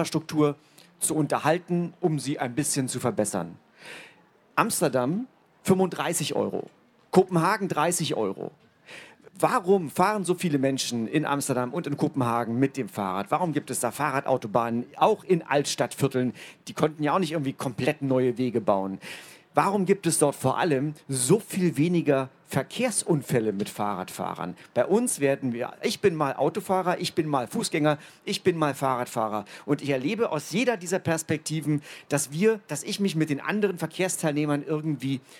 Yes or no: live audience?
yes